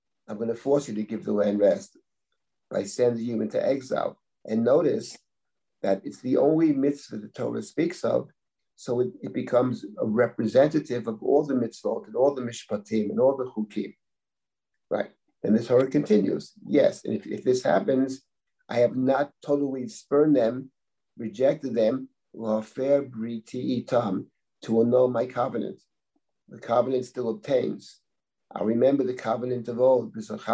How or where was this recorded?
video call